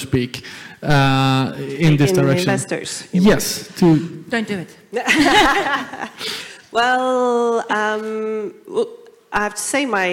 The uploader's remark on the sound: We revisit a talk from the Transformation Conference in Helsinki back in May of this year. In this live panel talk.